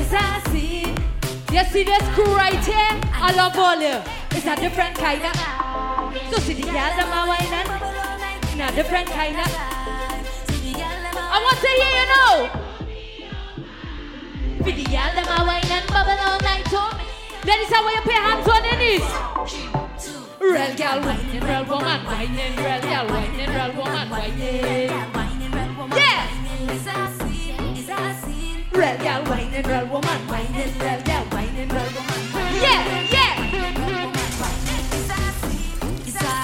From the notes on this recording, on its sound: Live At Blossom Midnight Brunch